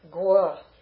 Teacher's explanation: The va takes a wa sound, right, when it's with a conjunct consonant other than a semi-vowel.